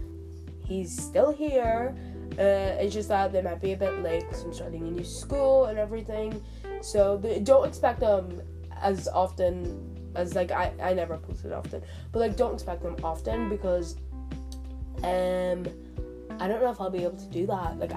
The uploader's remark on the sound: sry the audio is shit my headphones were unplugged